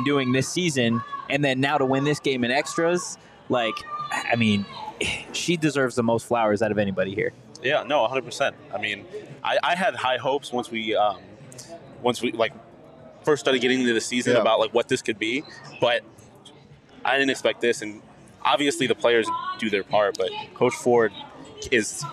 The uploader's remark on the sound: The boys are live in Downtown Phoenix at Buds-A-Palooza!